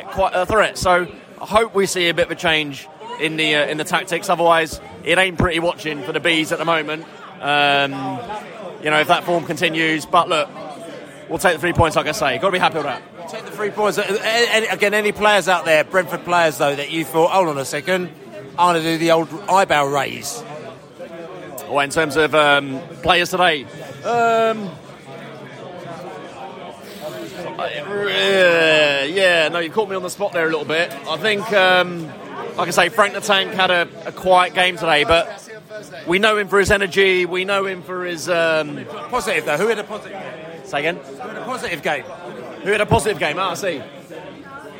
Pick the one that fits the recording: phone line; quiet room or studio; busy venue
busy venue